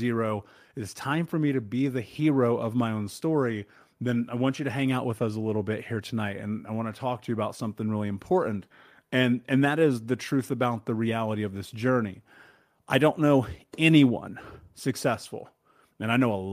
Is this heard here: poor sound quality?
no